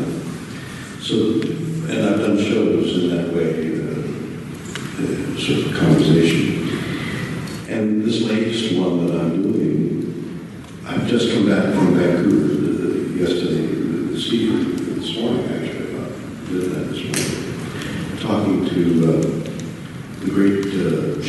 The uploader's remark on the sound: SDCC Star Trek 50th Anniversary Press Conference. This was a press invite only session at the Bayfront Hilton after Hall H.